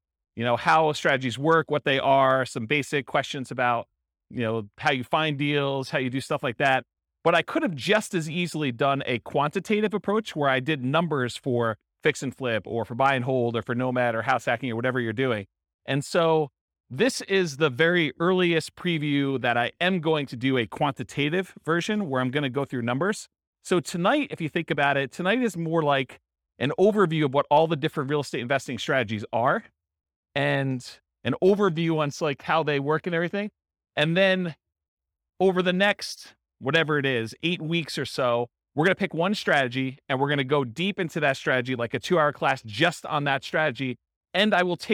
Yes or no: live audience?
yes